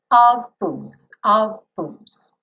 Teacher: Embora o of tenha um som de V, mas o V e o F são feitos no mesmo lugar, certo? Então, of fools, of fools.